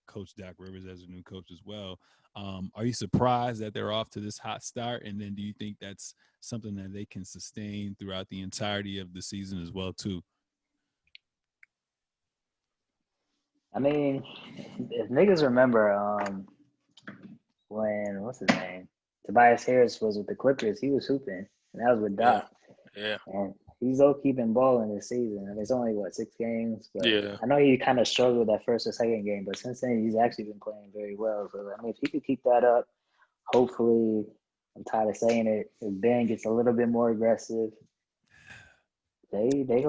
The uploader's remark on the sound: The three record this podcast virtually!